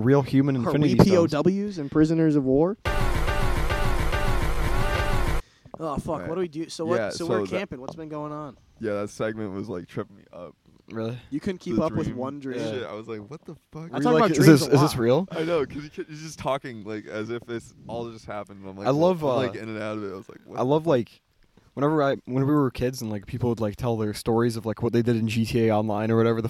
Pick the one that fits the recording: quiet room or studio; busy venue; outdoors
outdoors